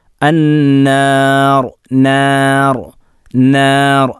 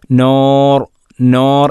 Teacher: നൂൻ അൻ നു നീ എല്ലാം തർഖീഖാണ്, ലോലമാക്കി ഉച്ചരിക്കുന്ന അക്ഷരമാണ് · Shown in: first take · തഫ്ഖീമിന് അക്ഷരമല്ല.